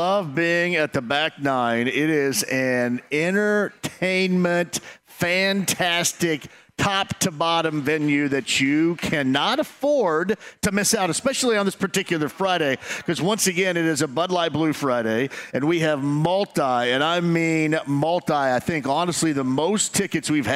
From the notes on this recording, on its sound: Bud Light Blue Friday LIVE From Back 9! LIVE from Back 9 in Indy.